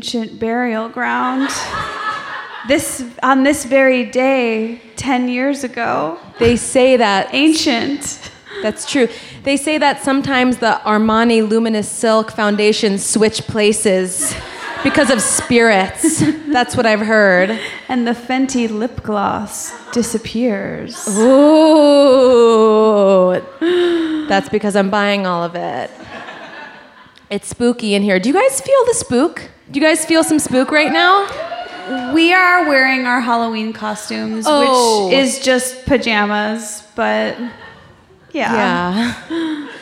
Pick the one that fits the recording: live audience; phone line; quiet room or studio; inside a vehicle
live audience